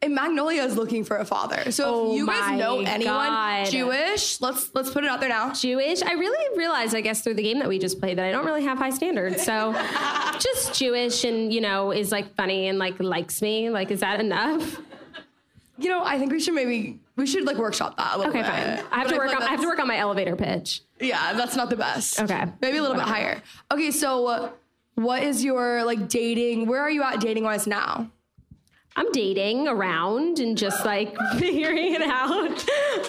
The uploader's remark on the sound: the first ever ILYSM live show